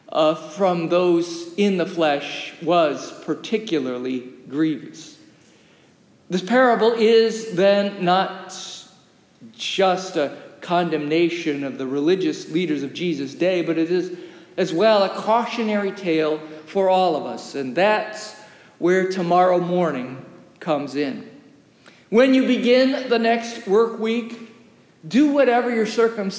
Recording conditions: large echoing room